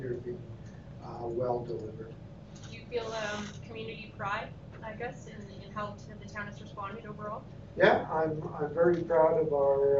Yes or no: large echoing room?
yes